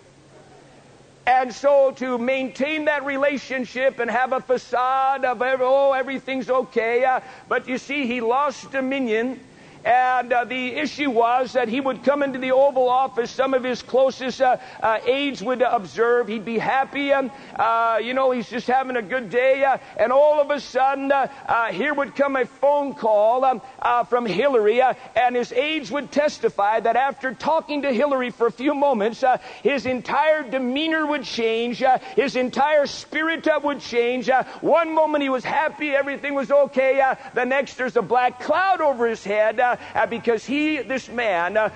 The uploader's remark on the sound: Preached Prescott Winter Conf.